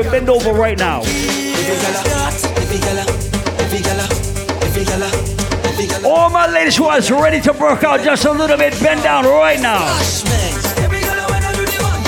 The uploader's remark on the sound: Live audio recording of my set at Island Saturdays on Feb 25th.